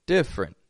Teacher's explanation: we're dropping a vowel from the middle, and we're just making it two quick syllables.